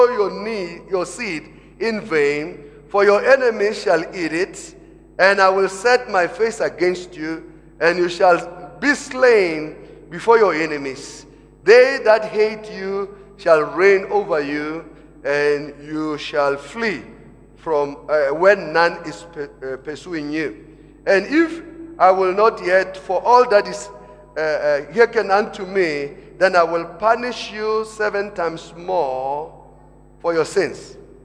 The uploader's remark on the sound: Preached at Emmanuel Christian Church, Arcadia Campus, First service on the 29th of October 2017.